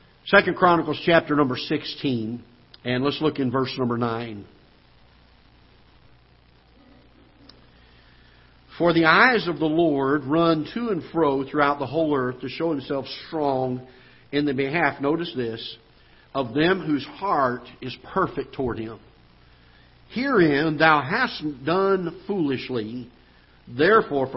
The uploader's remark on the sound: Ketha Heights Baptist Church ~ Live Broadcast